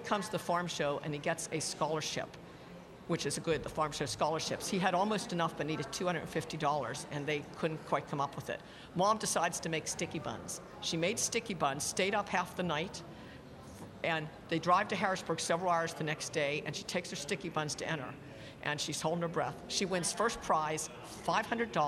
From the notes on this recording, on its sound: Live from State Farm Show. Wednesday's Smart Talk is being broadcast live from the Pennsylvania Farm Show.